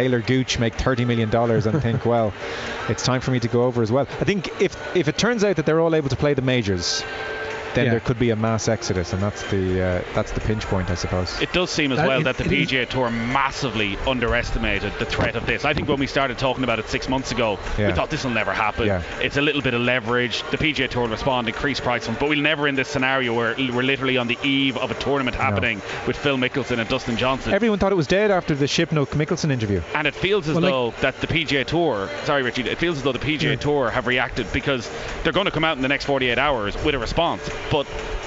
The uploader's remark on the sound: As we report LIVE from the Aviva Stadium for a preview of Ireland vs Ukraine, followed by live match commentary.